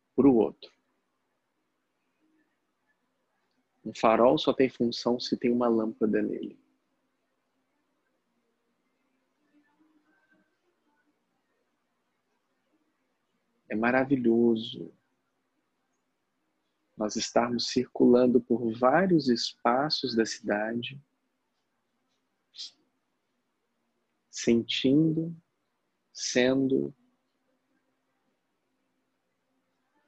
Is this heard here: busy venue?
no